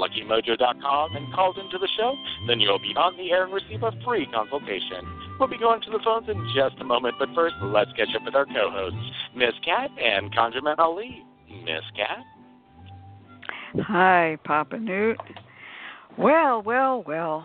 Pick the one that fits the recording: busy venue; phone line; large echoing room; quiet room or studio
phone line